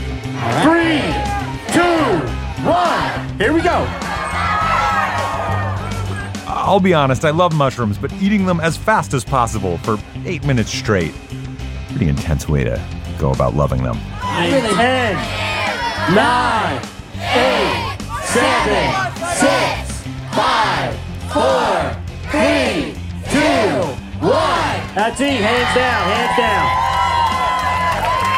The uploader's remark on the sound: Just an hour west of Philadelphia, there’s a charming town in Pennsylvania. We visit during the town’s annual festival and check out the mycelium madness.